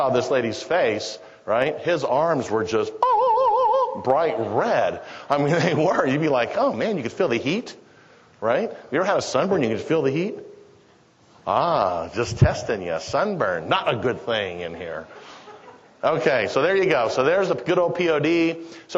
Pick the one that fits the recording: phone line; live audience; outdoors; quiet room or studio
live audience